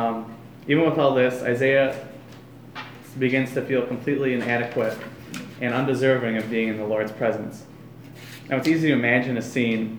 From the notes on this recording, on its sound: Live from Black Cloister Brewing Company